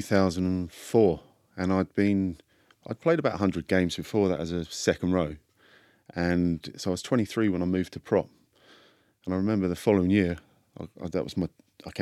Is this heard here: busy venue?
no